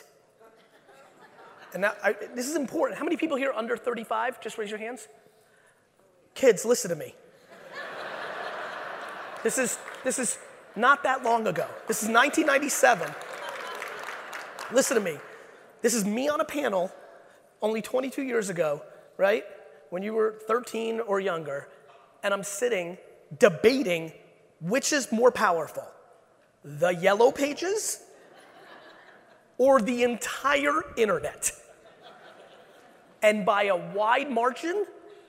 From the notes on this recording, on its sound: From the AIME Fuse National Conference. 12 in Las Vegas.